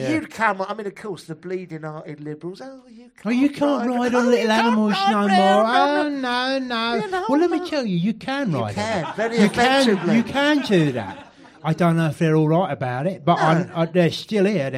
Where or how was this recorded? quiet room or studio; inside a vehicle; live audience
live audience